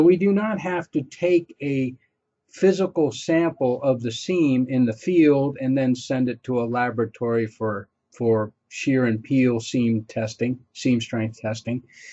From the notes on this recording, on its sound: This is an audio version of the FGI webinar.